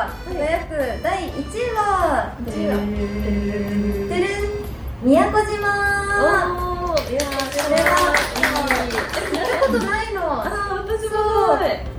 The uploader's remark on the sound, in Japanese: 番組初となる公開収録が開催！